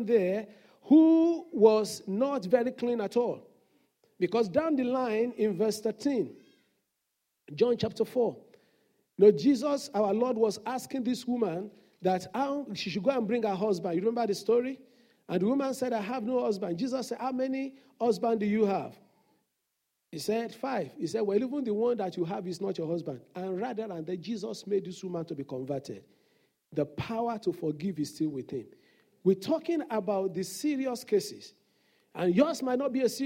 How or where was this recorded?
large echoing room